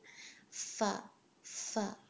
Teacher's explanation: ऊपर के जो दो दांत हैं आपके सामने के, जो टू फ्रंट टू टीथ होते हैं, वो आपके नीचे वाले होंठ के गीले हिस्से पर लगते हैं